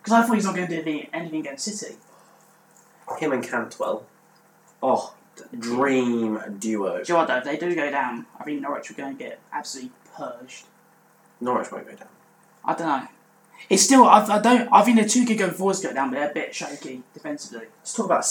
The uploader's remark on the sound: Apologies for the audio quality in this episode!